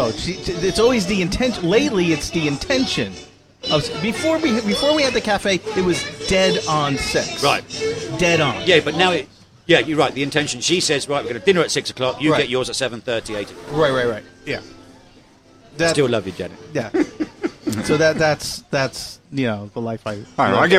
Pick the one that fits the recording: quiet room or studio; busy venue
busy venue